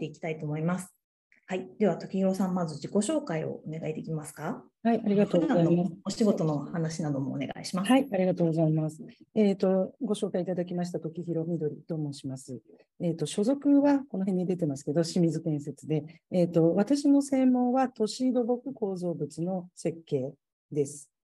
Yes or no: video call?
yes